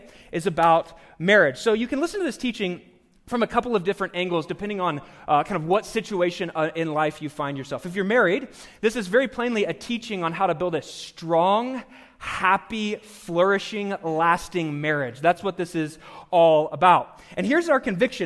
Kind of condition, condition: setting, live audience